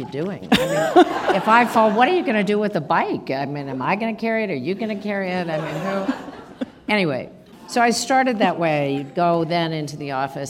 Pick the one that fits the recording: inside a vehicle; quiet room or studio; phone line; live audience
live audience